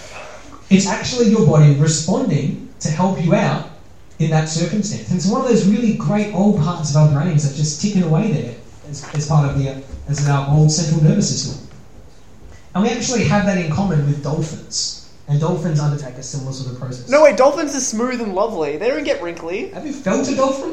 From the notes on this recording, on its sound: This episode was recorded live as a panel game show at the YSA Melbourne Open day on April 12th 2014.